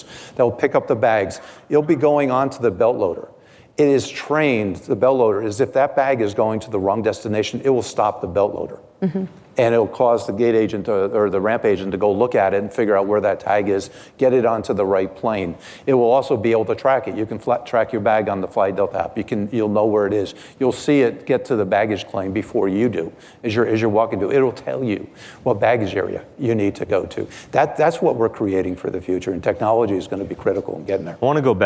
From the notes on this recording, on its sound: Live at Code 2019. At the 2019 Code Conference.